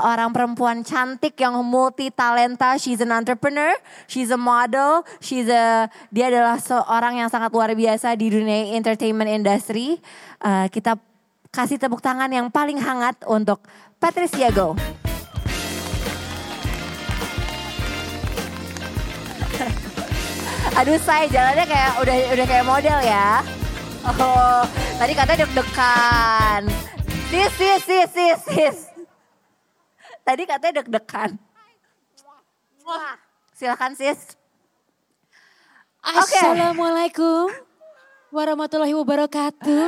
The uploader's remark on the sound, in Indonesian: Special Live On Stage di Kota Surabaya. Di kota terakhir ini, kita hadir di Ciputra World Mall, Surabaya.